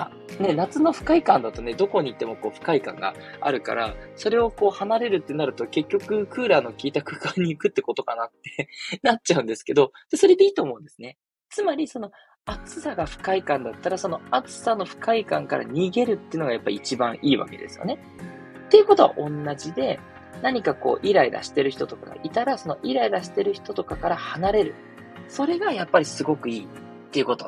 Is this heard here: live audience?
no